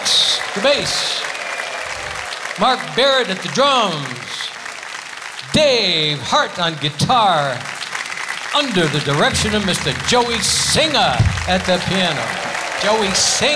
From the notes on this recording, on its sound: Live at the SouthPoint Casino